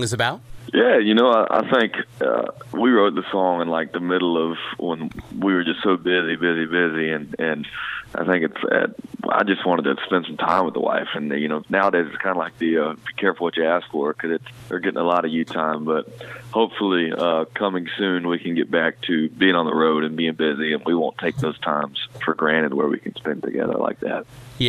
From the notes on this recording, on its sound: calls into the … In The Morning show